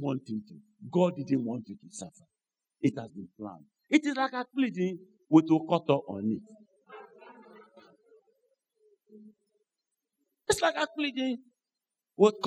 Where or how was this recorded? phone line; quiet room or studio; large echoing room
large echoing room